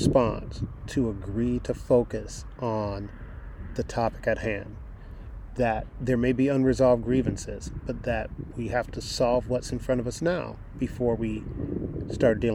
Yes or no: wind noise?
yes